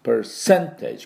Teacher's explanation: これ per のところはですね、半母音なんで、ちょっとだけでいいんです。 percentage。ここにアクセントがあります。percentage。で、p